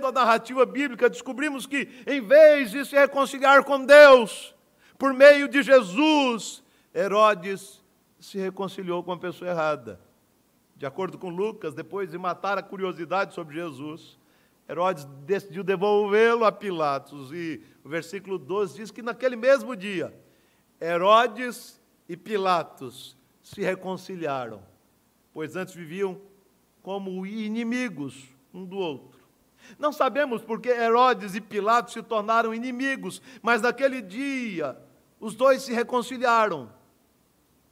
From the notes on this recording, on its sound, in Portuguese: No culto presencial e transmitido ao vivo no domingo a noite (18h) por ocasião do 89º aniversário da igreja.